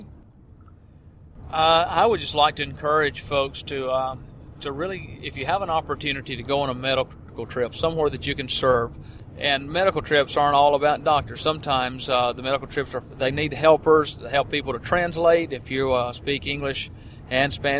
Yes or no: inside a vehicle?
yes